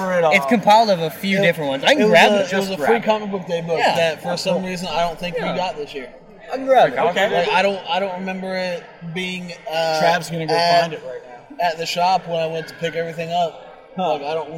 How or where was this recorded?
busy venue